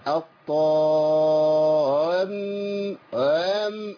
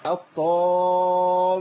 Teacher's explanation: ما انت ماشي مسار المد وبعدين اقفل الشفتين عشان تجيب الميم المشدده · Shown in: second take